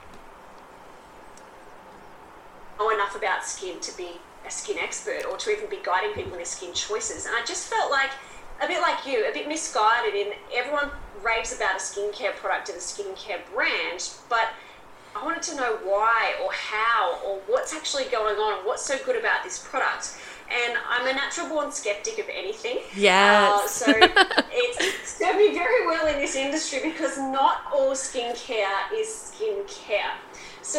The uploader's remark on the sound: APOLOGIES FOR TODAY'S AUDIO!